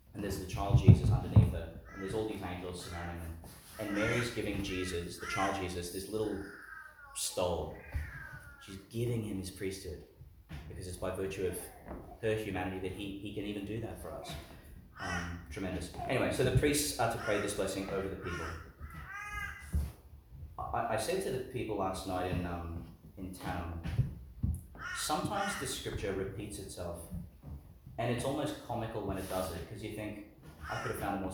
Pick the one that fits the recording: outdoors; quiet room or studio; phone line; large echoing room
large echoing room